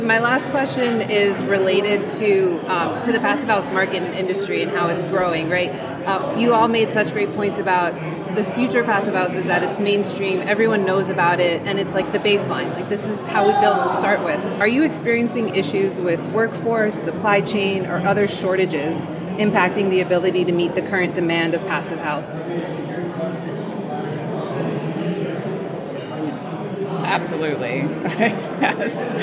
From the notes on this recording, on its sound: recorded at the Passive House Network Conference